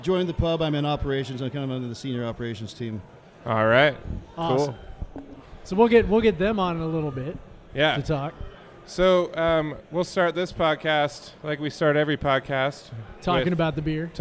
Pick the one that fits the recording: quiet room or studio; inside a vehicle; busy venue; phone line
busy venue